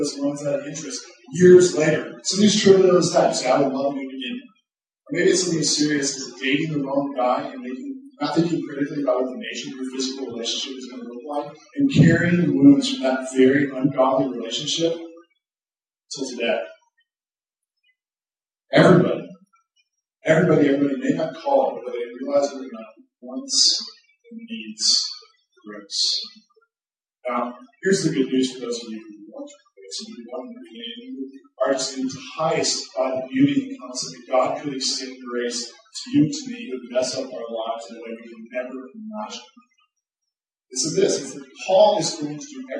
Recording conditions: poor sound quality